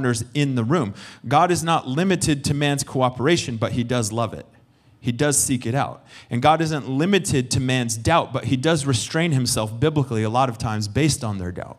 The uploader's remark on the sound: Recorded sunday evening service